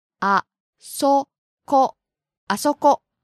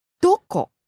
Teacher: the words that just describe locations, here, there, and over there, they start low and go high in intonation. · Shown in: first take